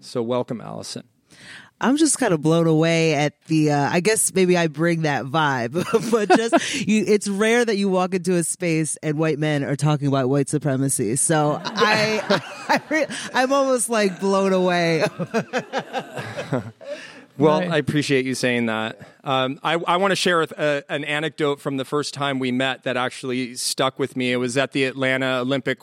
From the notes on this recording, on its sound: Recorded in front of an audience at GU Energy headquarters.